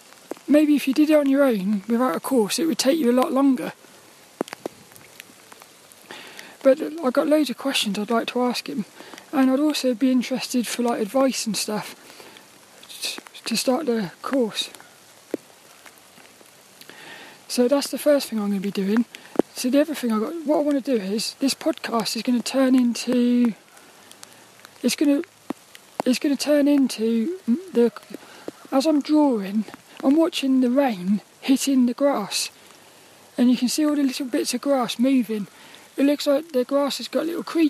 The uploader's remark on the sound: A WALK AND TALK AROUND A GRAVEYARD IN THE RAIN. This 'About The Tings' episode was a walk and talk around a Graveyard in Plymouth.